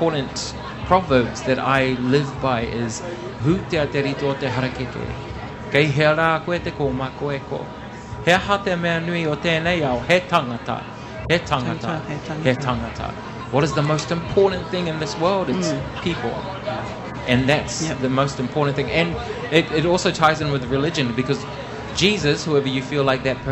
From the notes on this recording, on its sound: PX Whanau Radio live from the streets.